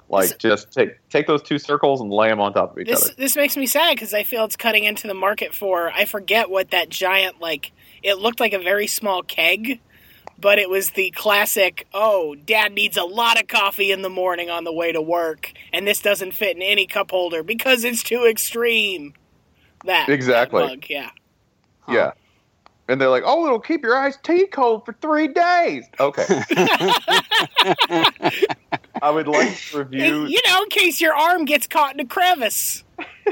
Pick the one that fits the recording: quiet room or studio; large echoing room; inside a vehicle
inside a vehicle